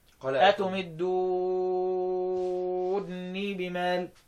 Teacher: مد لازم، مد لازم ست حركات، لأن بعدها بقى ساكن